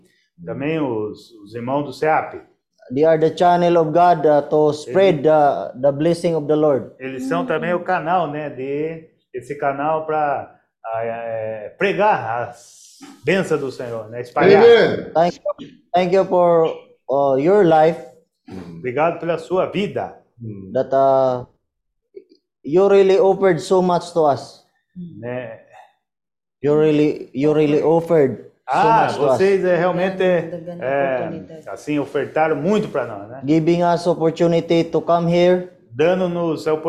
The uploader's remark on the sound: zoom meeting